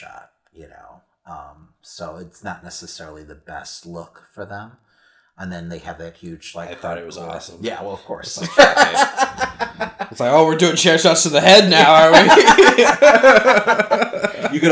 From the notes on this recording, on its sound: Due to equipment malfunction, this weeks episode has audio issues.